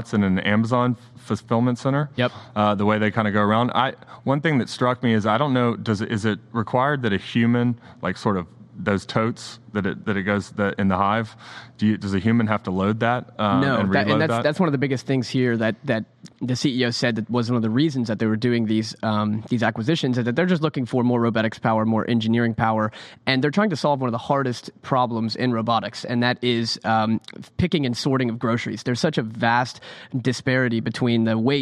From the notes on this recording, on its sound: LIVE from FreightTech Venture.